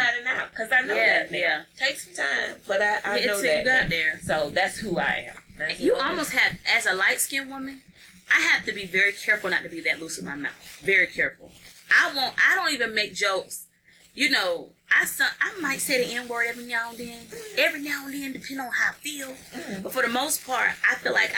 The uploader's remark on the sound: We apologize for the static!